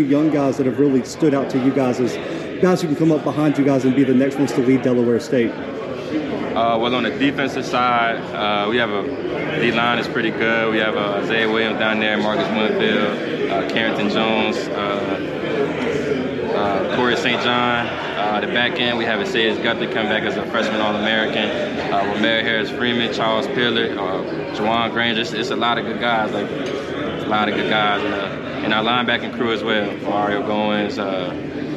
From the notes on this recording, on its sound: The Bluebloods are live from MEAC Media Day in Norfolk, VA.